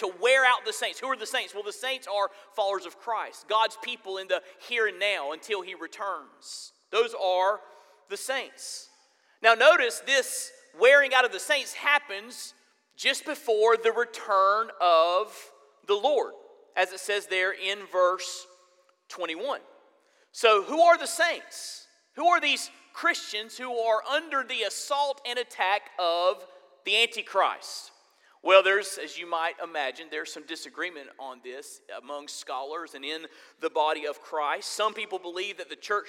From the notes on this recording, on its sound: This is a weekly listing of live sermons from First Baptist Church in Fort Walton Beach, Florida